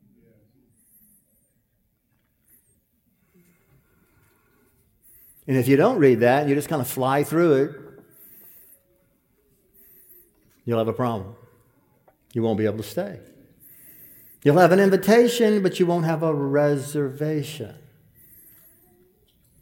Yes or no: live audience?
yes